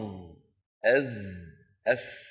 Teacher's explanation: الذال والثاء كما نرى لا يرتفع أقصى اللسان عند نطقهما، لأنهما حرفان منفتحان مستفيلان كما سيأتي بإذن الله.